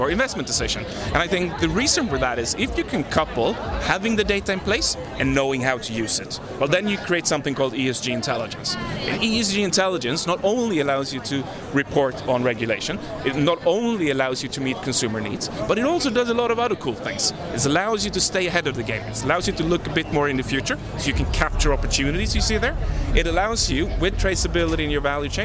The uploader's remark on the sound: We are visiting Swedens bigest tech event, the Tech Arena, that took place last week and the Swedish national arena in Stockholm. We will hear from entrepreneurs, innovators, and investors on the show floor.